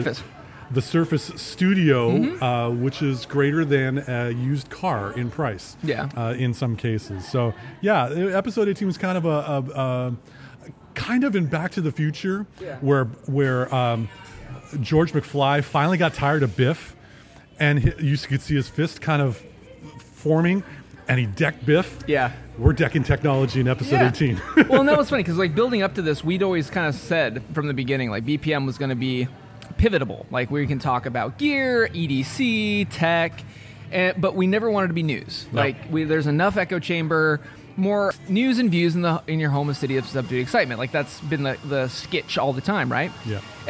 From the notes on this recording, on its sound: Recorded LIVE in the Dori's Coffee.